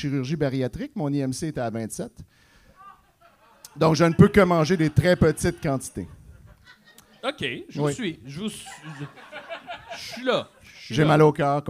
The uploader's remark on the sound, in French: Live au O Patro Vys